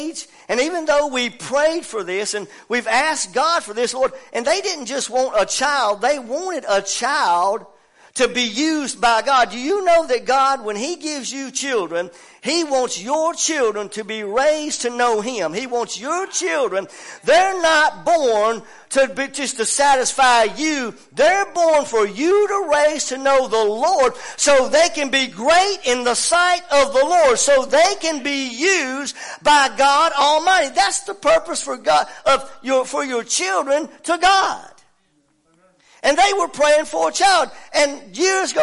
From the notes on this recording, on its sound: WELCOME TO OUR LIVE SERVICE. At Family Worship Center in Athens Tennessee. We own a CCLI license CSPL080184 to stream our music live over the internet.